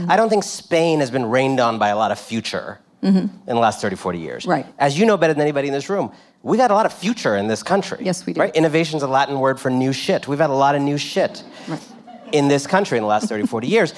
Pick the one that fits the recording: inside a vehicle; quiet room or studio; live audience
live audience